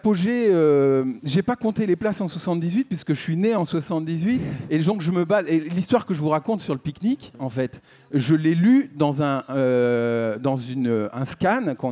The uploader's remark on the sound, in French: Cette émission en public. En plateau, deux invités.